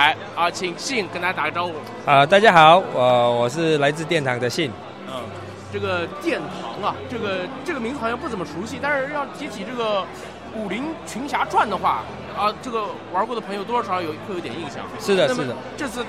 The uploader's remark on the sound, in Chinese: 来自Shadow Market现场的声音